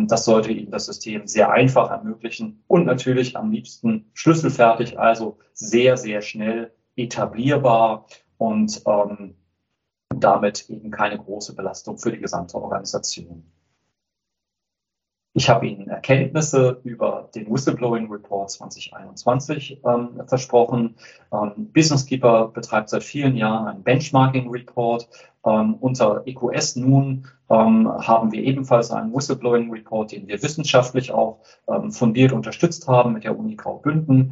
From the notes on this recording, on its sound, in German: Live Podcastaufnahme von dem Webinar